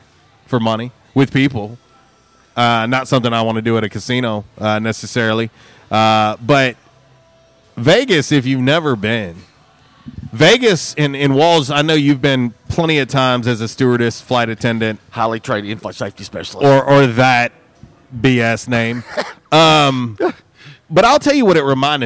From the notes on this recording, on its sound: LIVE from J’Town’s Grill!